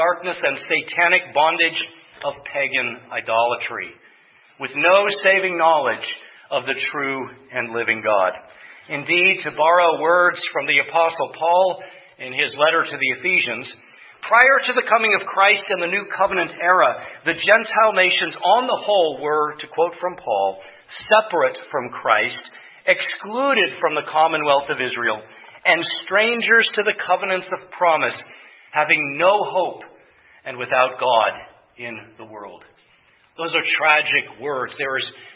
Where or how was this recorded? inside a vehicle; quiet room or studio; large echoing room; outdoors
large echoing room